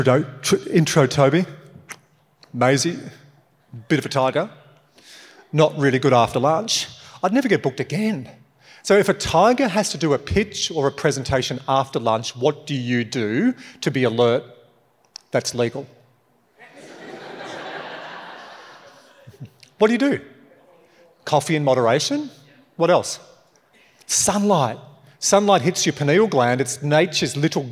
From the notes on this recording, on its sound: LIVE. From a recent keynote.